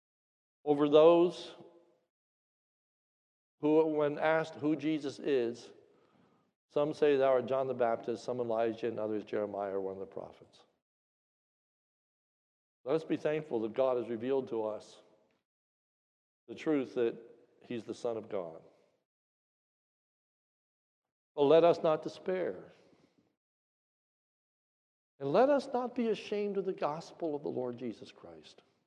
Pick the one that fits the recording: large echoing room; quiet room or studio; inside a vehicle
large echoing room